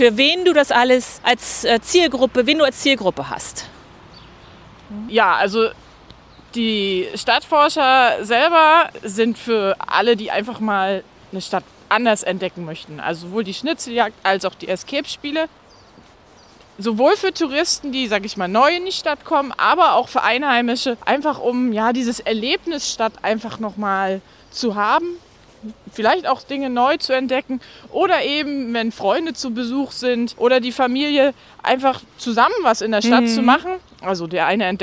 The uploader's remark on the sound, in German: Wir nehmen nach einigen im Sitzen aufgenommenen Episoden heute wieder beim GEHEN auf. Wir GEHEN durch die nördliche Altstadt von Rostock.